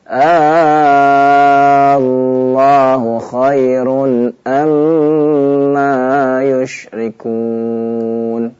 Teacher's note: Maka, ya, kita baca panjang sampai 6 harokat, ya. · Term: mad farq